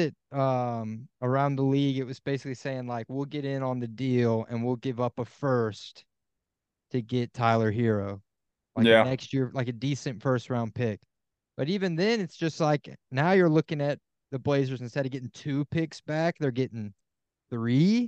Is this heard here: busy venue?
no